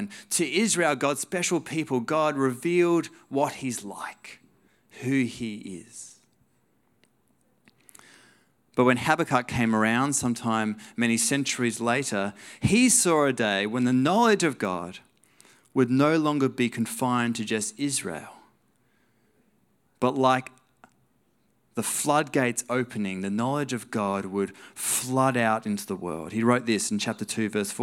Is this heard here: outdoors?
no